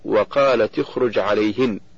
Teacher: فتاء التأنيث في وقالت ساكنة التقت بالخاء من اخرج وهي ساكنة أيضا، فحركت التاء بالكسر للتخلص من التقاء الساكنين